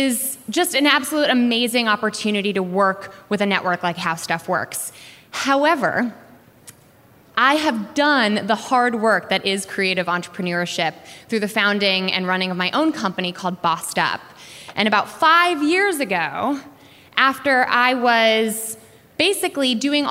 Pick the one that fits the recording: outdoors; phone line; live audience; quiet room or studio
live audience